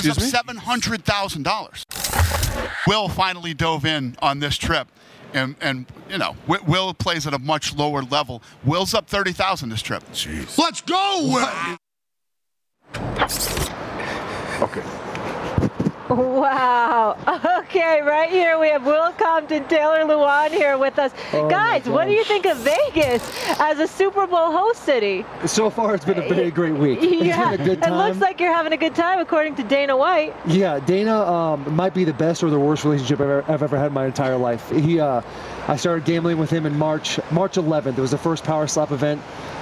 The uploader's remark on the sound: Live From Las Vegas! Live from the Super Bowl in Las Vegas.